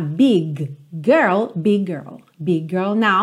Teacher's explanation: E aqui lembra que você não vai fazer dois Gs